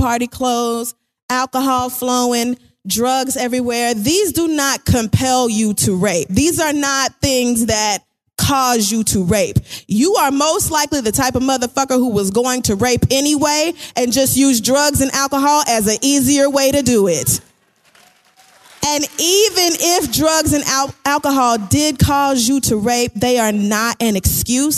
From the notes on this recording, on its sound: The Read Live from San Francisco